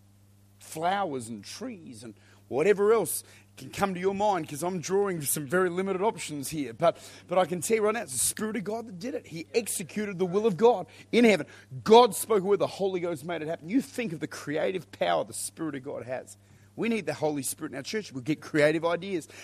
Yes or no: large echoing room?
yes